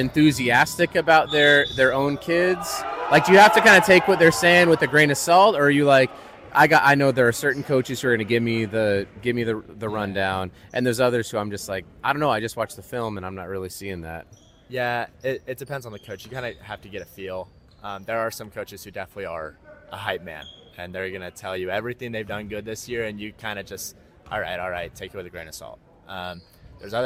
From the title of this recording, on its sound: LIVE from the Tarkanian Classic in Las Vegas